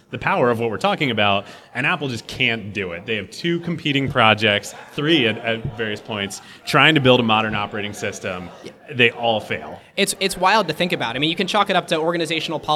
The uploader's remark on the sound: Live show at the GeekWire Summit. Broadcast live from the 2016 GeekWire Summit.